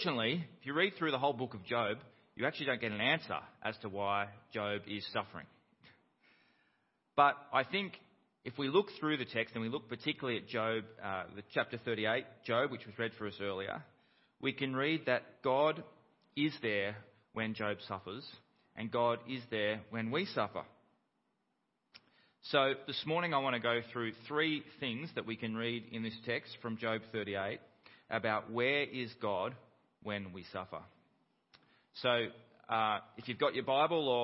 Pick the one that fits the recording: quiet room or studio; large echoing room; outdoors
large echoing room